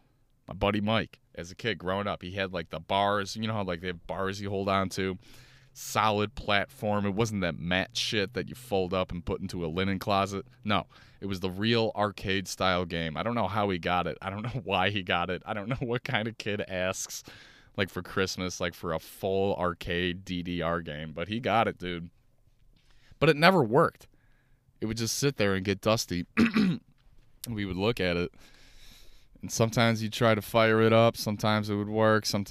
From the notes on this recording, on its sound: Listen to me talk in my car.